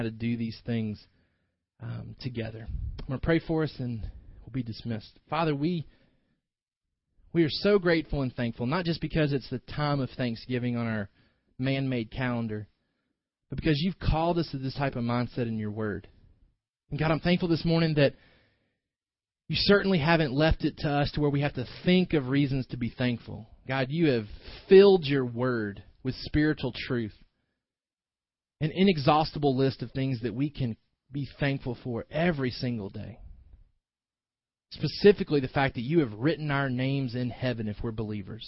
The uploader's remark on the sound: delivered this morning's sermon